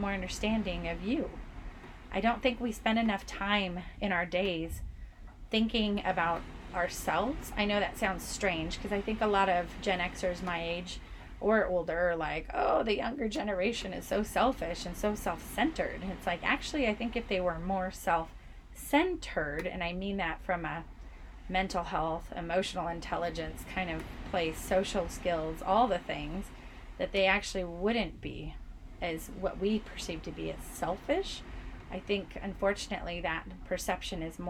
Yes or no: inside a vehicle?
yes